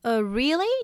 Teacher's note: Notice the rising intonation on really? This shows that the speaker is surprised.